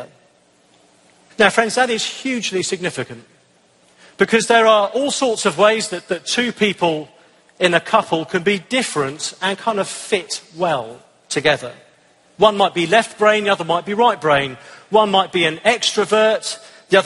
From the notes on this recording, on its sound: answered some hard questions at the ERLC National Conference